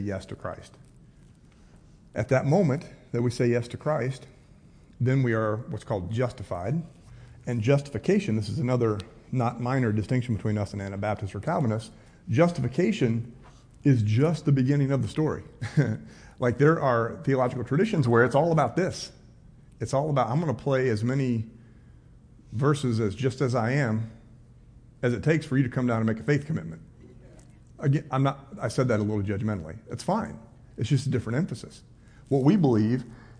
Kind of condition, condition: setting, live audience